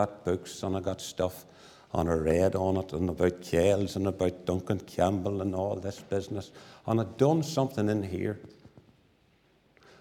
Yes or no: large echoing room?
yes